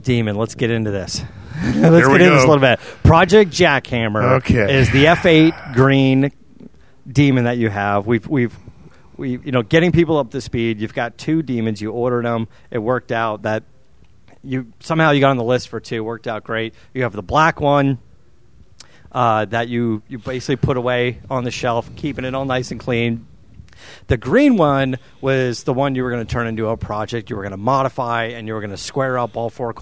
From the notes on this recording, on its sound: on location at the HRE Open house